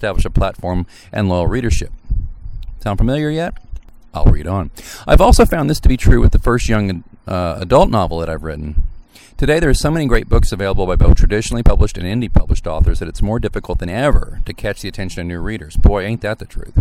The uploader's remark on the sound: We beg your pardon for the "lacking" sound quality of this episode, as it was recorded outside in the wind on a sunny day.